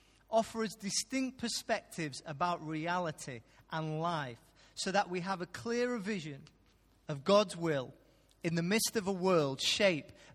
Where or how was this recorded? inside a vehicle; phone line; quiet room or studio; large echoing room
large echoing room